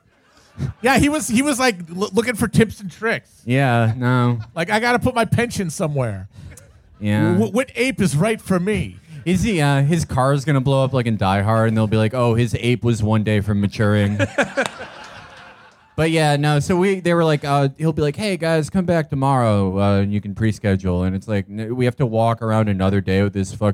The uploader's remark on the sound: Live at SXSW. Our live show from the South by Southwest festival in Austin, TX.